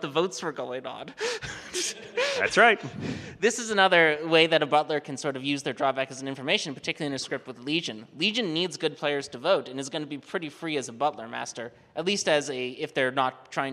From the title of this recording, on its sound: Grim Scenarios Live! From Las Vegas